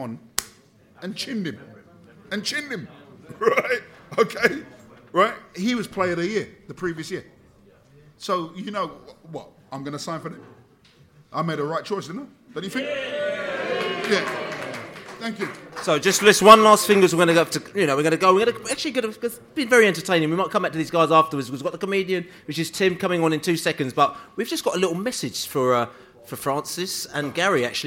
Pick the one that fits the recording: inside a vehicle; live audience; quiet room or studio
live audience